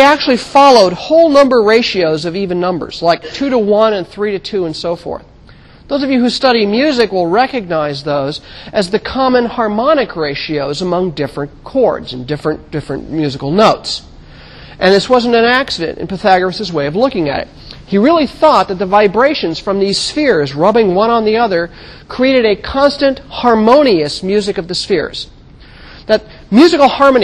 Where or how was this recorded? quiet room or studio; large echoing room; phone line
large echoing room